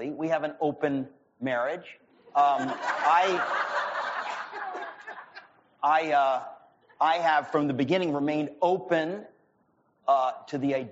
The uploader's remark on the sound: This event took place at the River Oaks Country Club in Houston, Texas in October 2022.